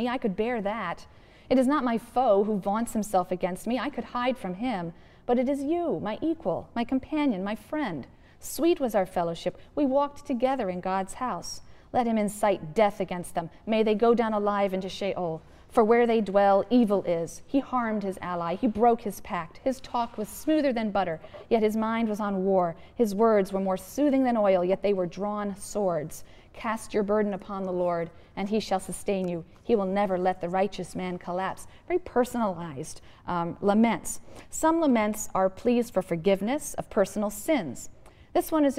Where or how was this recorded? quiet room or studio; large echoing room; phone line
large echoing room